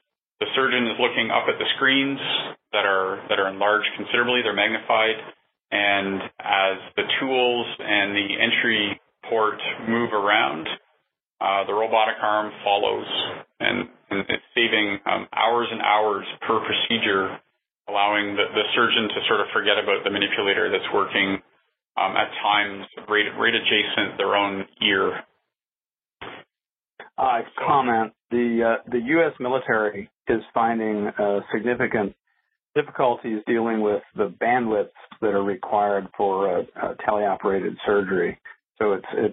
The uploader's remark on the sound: The talk was part of NASA’s Future in Space Operations weekly teleconference series from mid-2018.